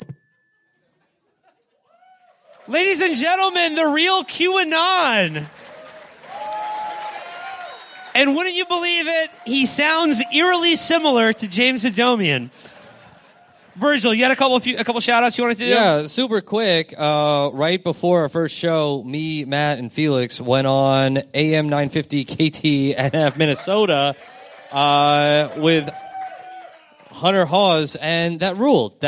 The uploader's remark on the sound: In the end of our run of Live Shows. Three segments from our shows last night at the wonderful Cedar Cultural Center in Minneapolis, MN.